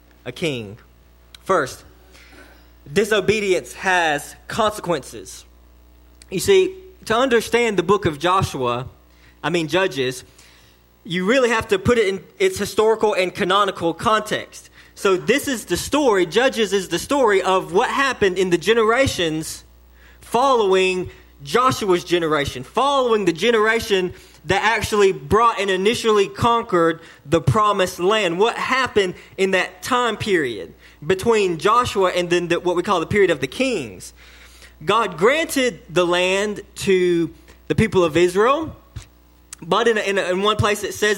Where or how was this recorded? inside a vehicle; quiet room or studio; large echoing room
large echoing room